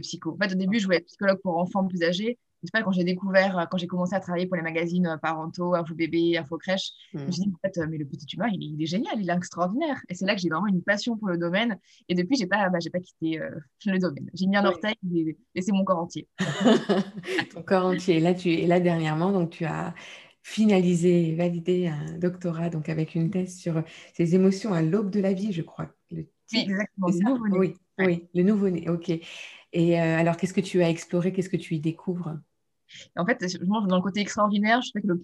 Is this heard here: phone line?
no